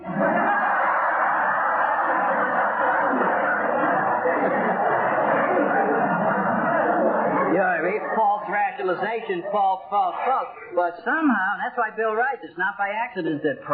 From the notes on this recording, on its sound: I cleaned this audio up as best I could but there comes a point that removing any more of the background hiss. I got the majority out but there is a bit of hiss in this.